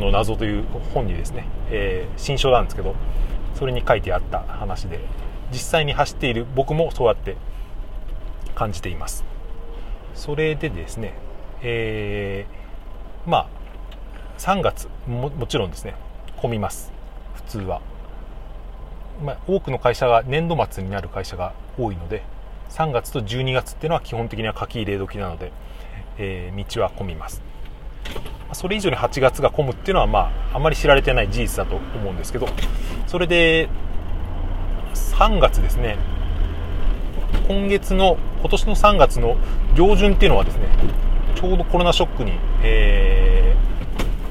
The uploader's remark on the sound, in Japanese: トラック運転しながら配信してます